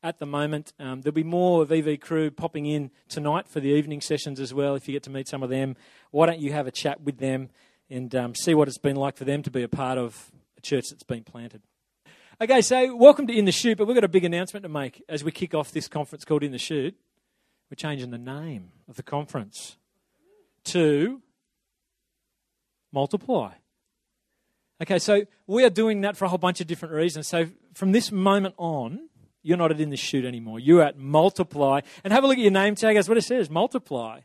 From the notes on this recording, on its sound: welcomes record attendees to this year's national Geneva Push conference